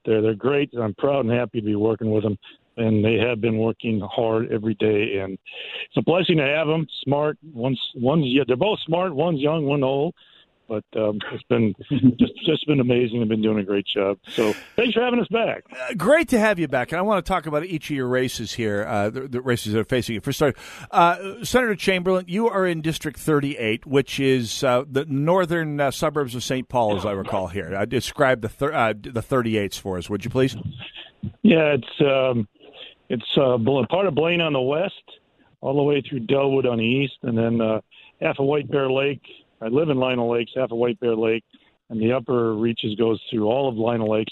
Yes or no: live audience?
no